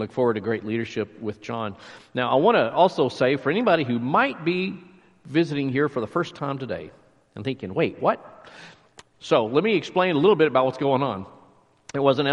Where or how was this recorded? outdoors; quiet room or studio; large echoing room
large echoing room